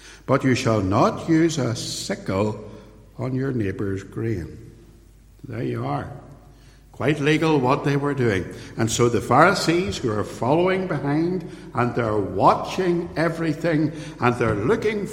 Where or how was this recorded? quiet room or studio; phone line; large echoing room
large echoing room